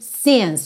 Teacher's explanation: Então, se você é, talvez estiver numa região, viajar para uma região em que as pessoas digam signs, é possível também, mas não é a mais frequente. A pronúncia mais comum é mesmo since, com o i mais fechadinho.